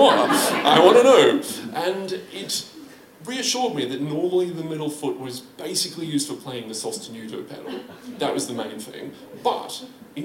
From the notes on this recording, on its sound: Live recording from NZISF 2023. This talk was recorded live. As part of the New Zealand International Science Festival.